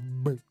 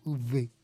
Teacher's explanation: la B es con los dos labios así cerrados, B. Y la V es con los dientes así para abajo, V. Esa es la mejor manera de explicarlo.